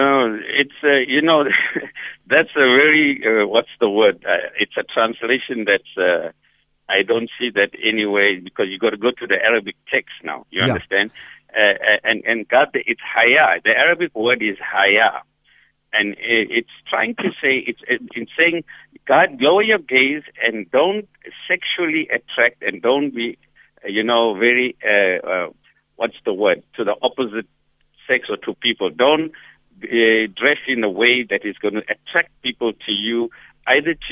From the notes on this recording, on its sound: Guest on the phone